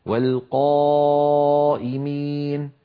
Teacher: والقائمين، لاحظوا بأن الألف فخمت لأنها سبقت بقاف، والقاف من حروف الاستعلاء فهي مفخمة دائما · Term: تفخيم